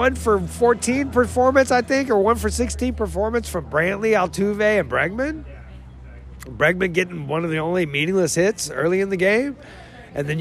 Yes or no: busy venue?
yes